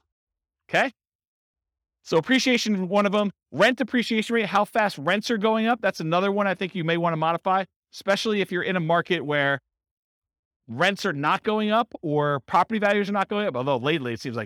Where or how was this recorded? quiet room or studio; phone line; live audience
live audience